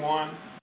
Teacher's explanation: the J is pronounced with a Y sound in English, reflecting the pronunciation in Spanish